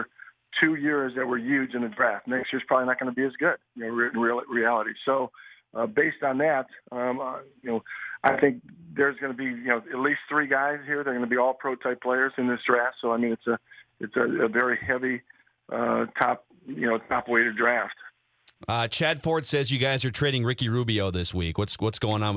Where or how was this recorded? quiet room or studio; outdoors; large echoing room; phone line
phone line